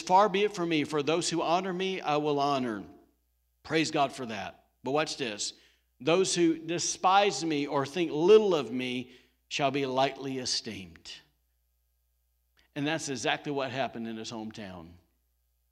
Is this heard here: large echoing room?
yes